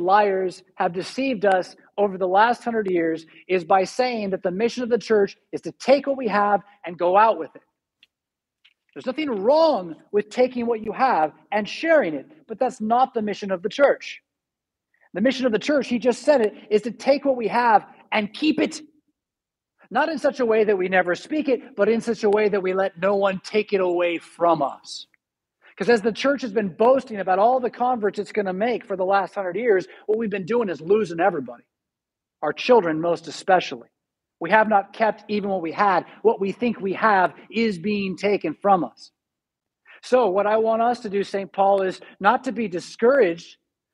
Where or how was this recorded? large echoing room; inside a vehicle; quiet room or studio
large echoing room